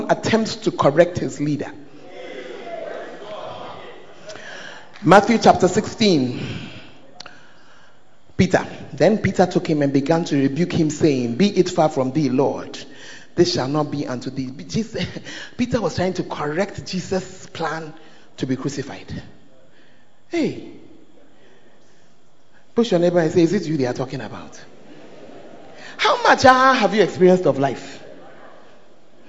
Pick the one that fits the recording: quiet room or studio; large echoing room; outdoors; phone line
large echoing room